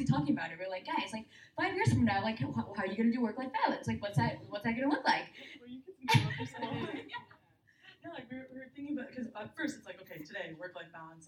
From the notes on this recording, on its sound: Recorded Live at CAN-CWiC. Our first live recording of Confidently Insecure, in front of an audience of university students at the 2018 conference in Halifax, NS.